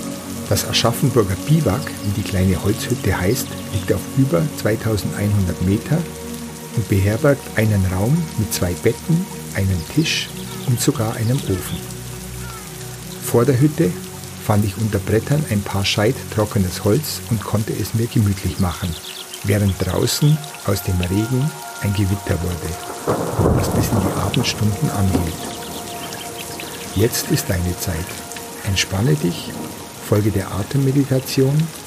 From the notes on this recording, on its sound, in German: eine 30-minütige Aufnahme eines Gewitters, das ich in den Zillertaler Hochalpen, in einer Schutzhütte aufgenommen habe.